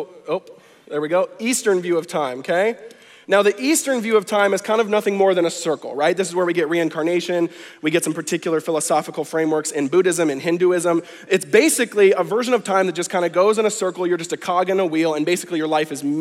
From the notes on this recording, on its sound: conference talks from NewSpring Church